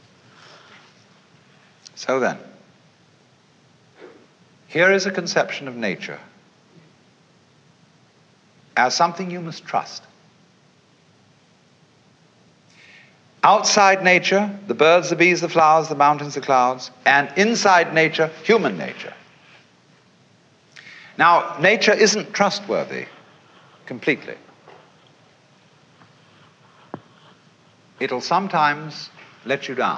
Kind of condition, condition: setting, live audience